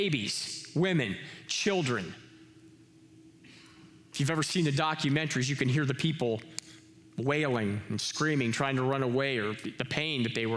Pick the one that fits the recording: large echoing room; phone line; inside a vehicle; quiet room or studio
large echoing room